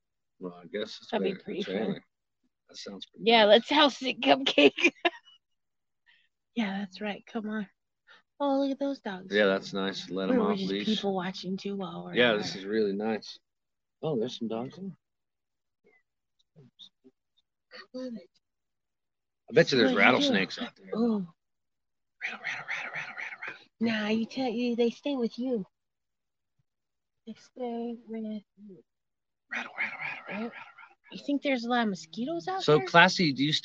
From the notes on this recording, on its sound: We are in the car, Live from the lake.